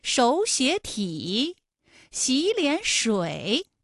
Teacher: 馆。这种情况下的音变情况啊，应该是第一个音节第二个音节都变成35，就是二声